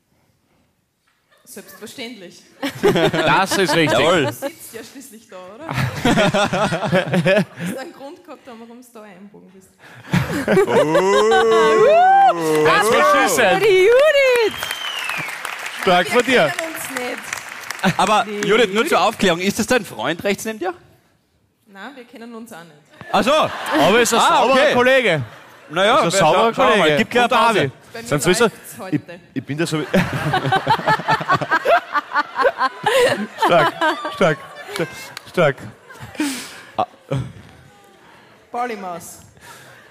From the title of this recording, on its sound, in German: Hawi D'Ehre LIVE - Eisenstadt